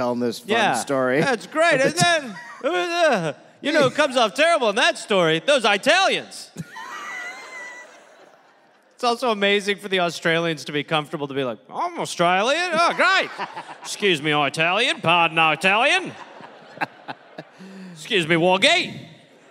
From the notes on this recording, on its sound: Recorded live in Adelaide, Australia.